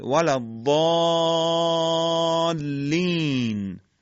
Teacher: مد لازم میزان کششش فقط 6 حرکته، به شرطی که سکون سکون لازم باشه.